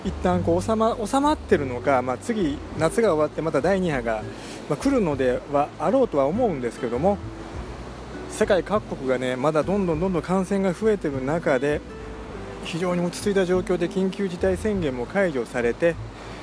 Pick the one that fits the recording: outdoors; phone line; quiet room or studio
outdoors